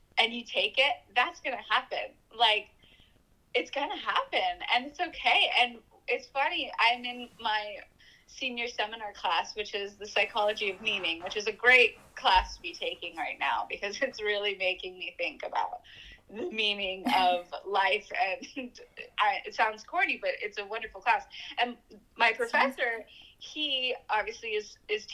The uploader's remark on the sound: The sound quality is due to the nature of the phone call enforced by COVID-19 pre-cautions.